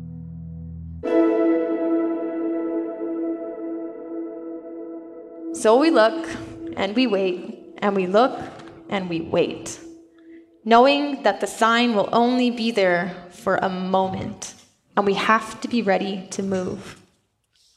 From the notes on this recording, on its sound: LIVE! In our live onstage interview. Live audience energy and great music make this first-ever event a fun listen.